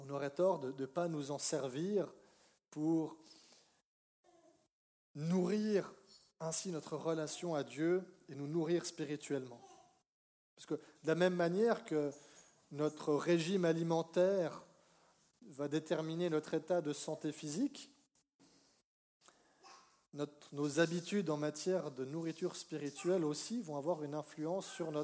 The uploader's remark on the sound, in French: Message enregistré lors d'un culte "Jeunesse et Famille"